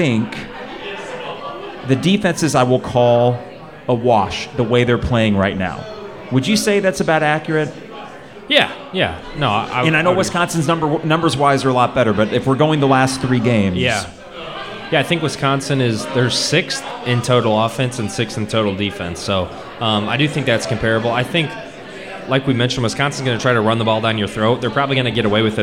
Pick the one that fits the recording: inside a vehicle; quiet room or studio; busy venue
busy venue